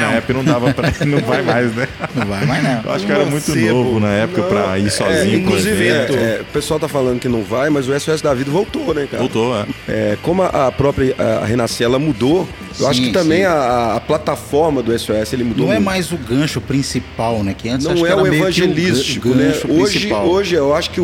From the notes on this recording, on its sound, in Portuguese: No nosso primeiro podcast gravado "ao vivo", a gente sentou pra comer uma pizza. Esse episódio foi gravado na Igreja Quadrangular do bairro Glória em Belo Horizonte.